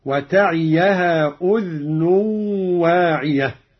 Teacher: قرأ قالون بإسكان الذال على التخفيف